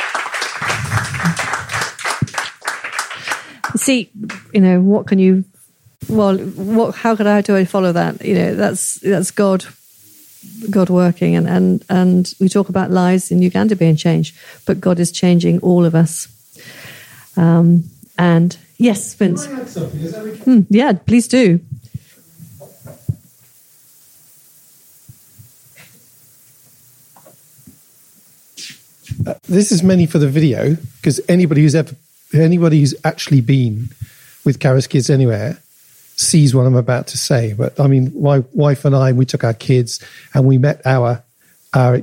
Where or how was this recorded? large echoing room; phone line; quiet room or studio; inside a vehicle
large echoing room